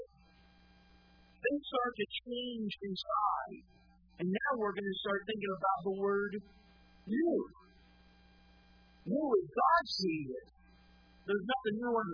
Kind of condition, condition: setting, large echoing room